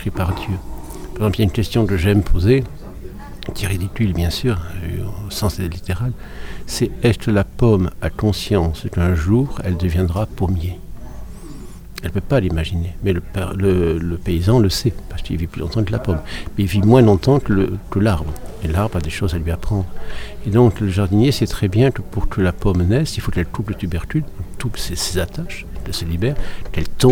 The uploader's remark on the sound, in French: En Direct Du Forum A Ciel Ouvert. Entretiens exclusifs enregistrés au FORUM A CIEL OUVERT.